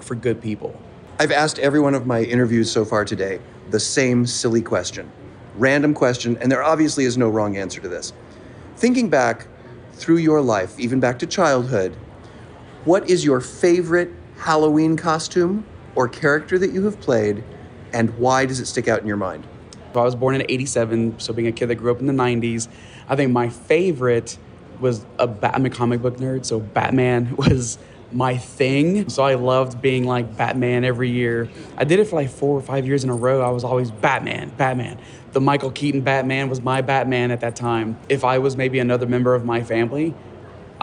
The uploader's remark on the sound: This interview was recorded during Transworld